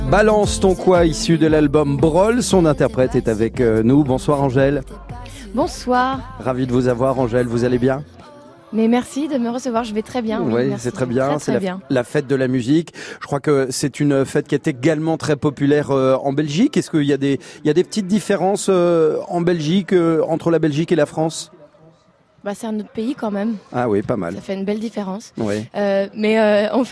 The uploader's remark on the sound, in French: La fête de la Musique en direct de Nice